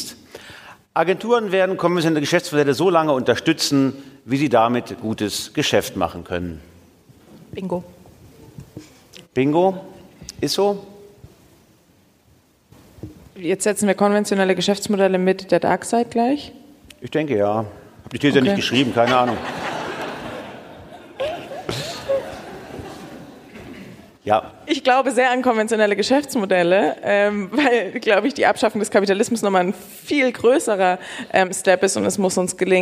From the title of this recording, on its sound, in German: Live vom BAM! Bock auf Morgen Festival 23